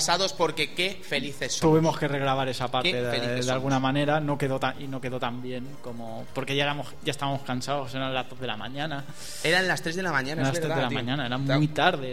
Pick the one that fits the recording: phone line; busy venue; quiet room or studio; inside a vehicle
busy venue